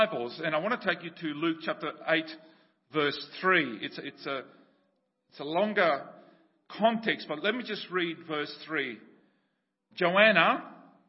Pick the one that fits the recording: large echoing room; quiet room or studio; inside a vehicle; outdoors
large echoing room